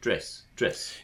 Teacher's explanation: And I suppose the first one is this sort of old fashioned RP, uh, which has a very high dress generally speaking, a short but tense dress